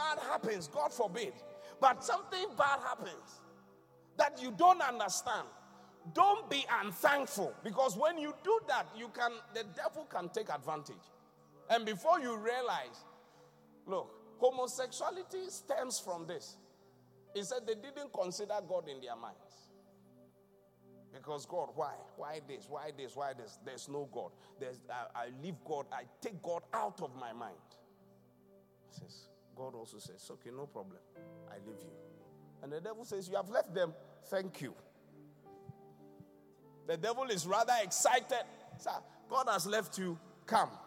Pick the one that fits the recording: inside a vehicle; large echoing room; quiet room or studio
large echoing room